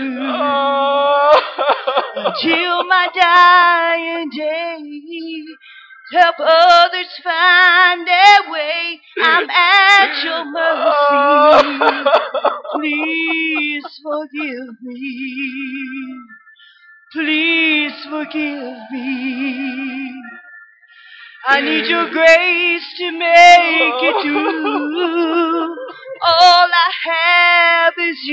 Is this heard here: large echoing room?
yes